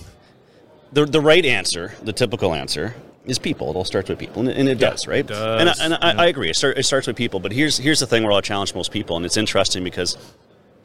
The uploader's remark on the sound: Industrial Talk is onsite at the 30th Annual SMRP conference. Industrial Talk is onsite at the 30th Annual SMRP conference.